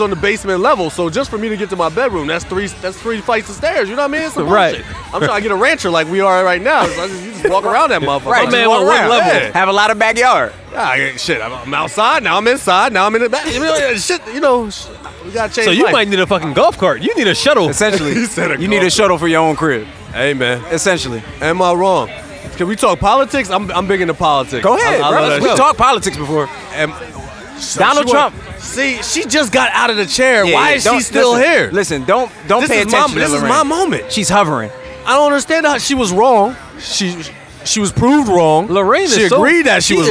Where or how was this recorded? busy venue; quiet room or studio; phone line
busy venue